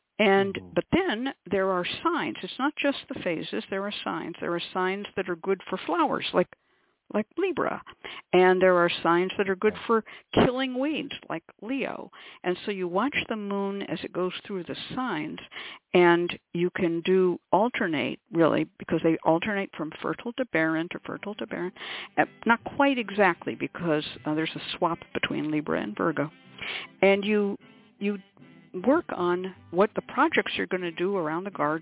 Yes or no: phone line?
yes